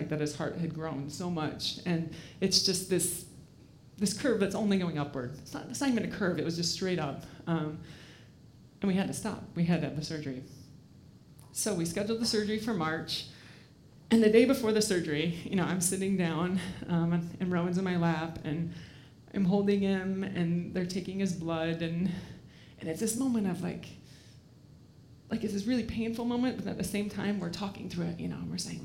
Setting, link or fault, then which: setting, live audience